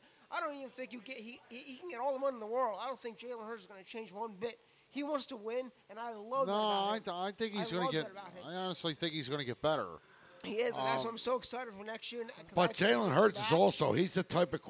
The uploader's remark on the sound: The guys are live at Naked Brewing Company to celebrate their 8th Anniversary of doing the podcast.